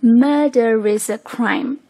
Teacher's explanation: murder 结尾这个 a 的音跟 is 做连读的时候就变成了 murder is acrime